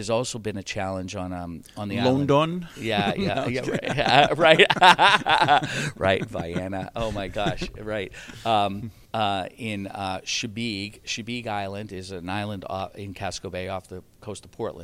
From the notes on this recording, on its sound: tunes in from Broadband Communities in Houston for an interview